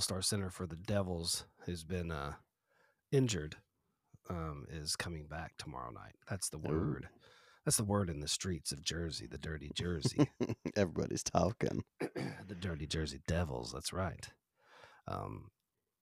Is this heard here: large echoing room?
no